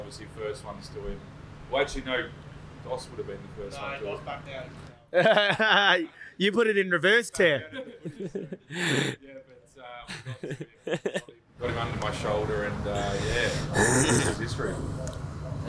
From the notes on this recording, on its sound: LIVE Grand Final Special from AFL Footy Festival. This was a bonus episode we recorded LIVE at the AFL Footy Festival.